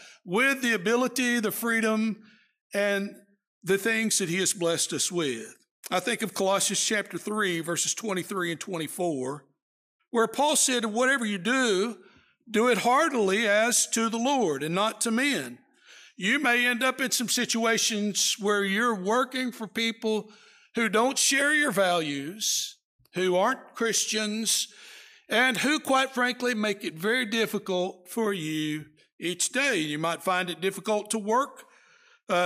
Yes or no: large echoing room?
yes